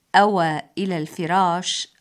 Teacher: أعزائنا الكرام، لنتجنب أن نقول آوى إلى الفراش بمد همزة أوى، بل علينا أن نقول أوى إلى الفراش أو الدار أي لجأ من دون مد الهمزة. وأما آوى بالمد ففعل متعد، حيث يقال آواه في داره أي أنزله فيها، قال تعالى ألم يجدك يتيما فآوى.